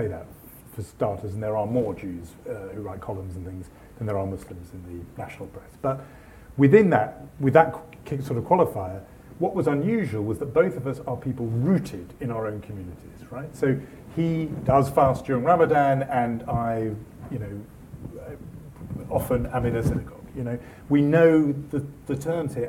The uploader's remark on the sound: In a special podcast by the Woolf Institute, recorded live at our ‘We need to talk about Israel/Palestine’ event.